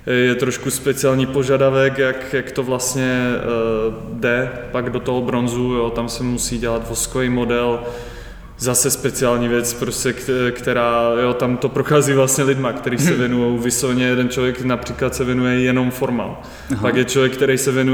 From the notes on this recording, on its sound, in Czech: Prostory jejich ateliéru (ex-hospody) jsou vskutku velkolepé, takže zvuk opět není tip ťop (hodilo by se tam pár akustických panelů)